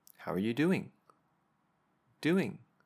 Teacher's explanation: It goes up at the end, and that lets the listener know you're asking them a question and that they're expected to respond.